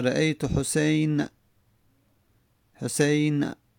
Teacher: نون ساکن نمی کنیم، فتحه کامل هم نمیدیم به تحقیق، بلکه یک مقدار کمی صدای حرکت میاد. کسره هم همینطور، مرتو به حسین. · Term: روم